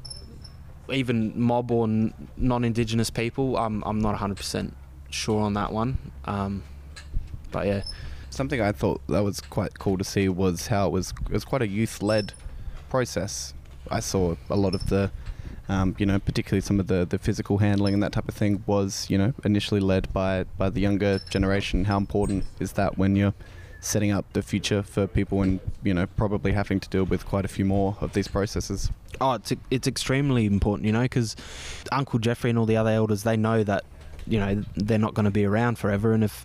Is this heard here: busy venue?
yes